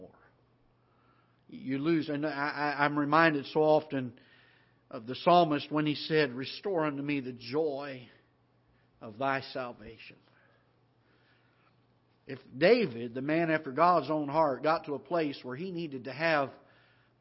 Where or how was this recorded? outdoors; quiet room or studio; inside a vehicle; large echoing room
large echoing room